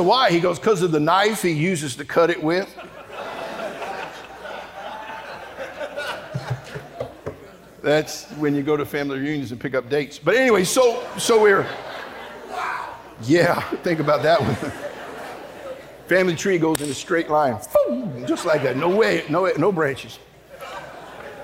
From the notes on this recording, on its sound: during the Wednesday Morning service of the 40th Annual National Youth Conference in Santa Clara, California.